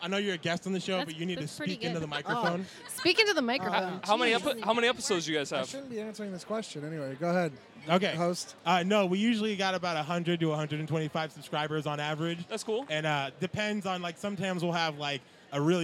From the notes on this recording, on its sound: The boys are coming live from CrockerCon 2015 and they are bringin' a ton of new faces! Conversations are had on and off microphone.